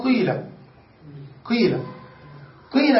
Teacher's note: ويجوز وجه ثالث بينهما وهو لا يظهر إلا في النطق، أن تنطقها ياء تنطقها ياء ولكن تضم الشفتين معها فتشم الياء شيئا من الضمة فتقول قيل قيل قيل بالكسر مع ضم الشفتين فتشم شيئا من الضمة مع الكسر، فهذا يسمى إشماما.